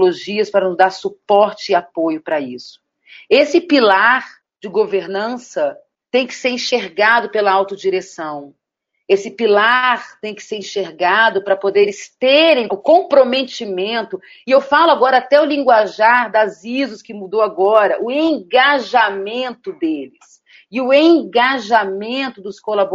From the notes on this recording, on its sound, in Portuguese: Apresentamos o áudio do Webinar “Segurança da Informação e Desenvolvimento Seguro na era da Privacidade de Dados” realizado pela Clavis Segurança da Informação em conjunto com o EXIN.